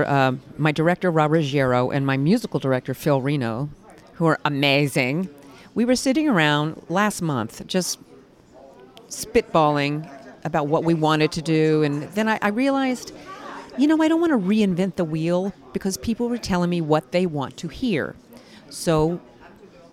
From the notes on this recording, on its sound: live from Feinstein's/54 Below press day